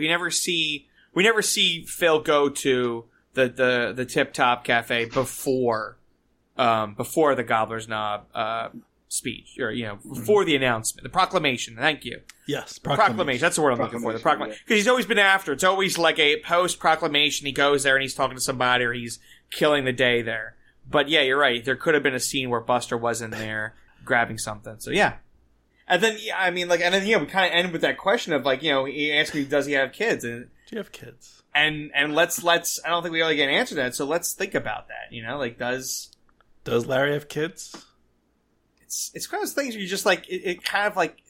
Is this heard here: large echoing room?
no